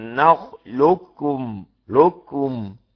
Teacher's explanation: هبين الاستعلاء فقط بتاع القاف، لان مفيش اطباق هنا